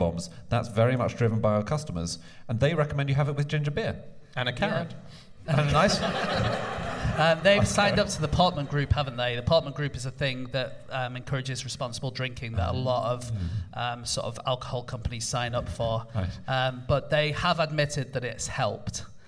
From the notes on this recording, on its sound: Live from the London Podcast Festival